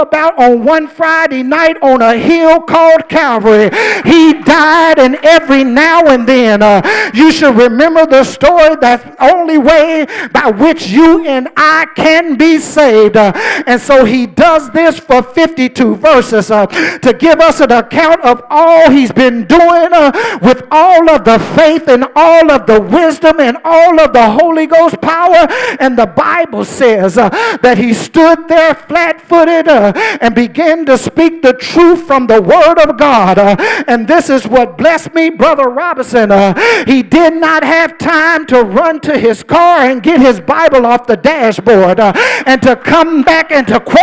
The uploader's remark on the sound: during our First Sunday Night Fellowship